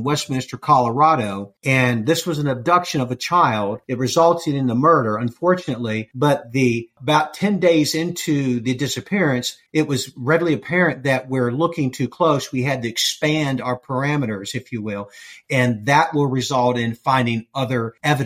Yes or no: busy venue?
no